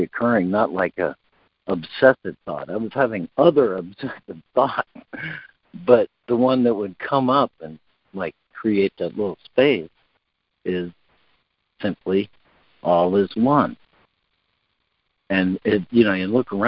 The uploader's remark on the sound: Daily Conference Call